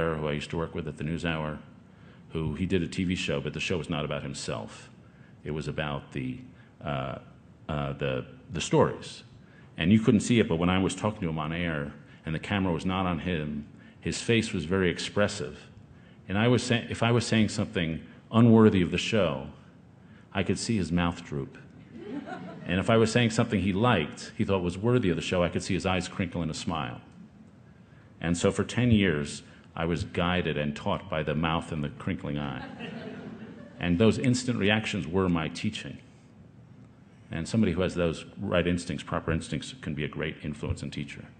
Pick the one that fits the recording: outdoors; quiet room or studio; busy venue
busy venue